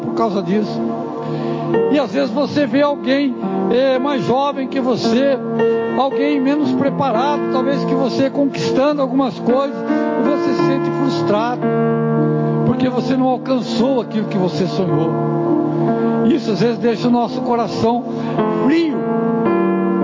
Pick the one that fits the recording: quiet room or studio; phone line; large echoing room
large echoing room